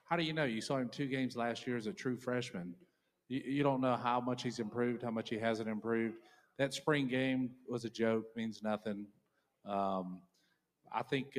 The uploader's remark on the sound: joins the show live from Tin Roof